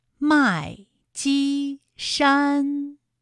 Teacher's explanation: 先四声，后面两个音都是一声。麦积山，一声和四声组合的词语啊，非常容易发不到位，因为一个声调在上面，另一个声调是要降下来。为什么有的人说话很清晰呢？除了音色之外，最重要的就是声调的调值都发到位了。那么一声和四声这两个声调啊